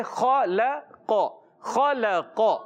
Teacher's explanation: خا حروف مستعلیہ موٹا حروف میں سے ہے، موٹا ادا کریں گے، لام کو باریک رکھنا ہے، قاف کو پر رکھنا ہے، کیونکہ قاف حروف مستعلیہ سے، ہوتا یہ ہے کہ خا پر قاف پر اور لام درمیان میں آنے کی وجہ سے بعض بچے یا بڑے خا لو قو سب کو موٹا کر دیتے ہیں، ایسا نہیں، خا اور قاف یہ موٹا رہے، خا ل قو، خلق.